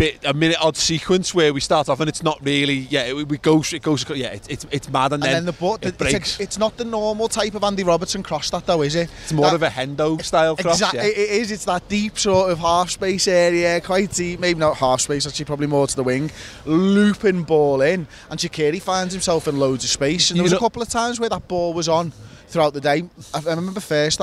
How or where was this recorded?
outdoors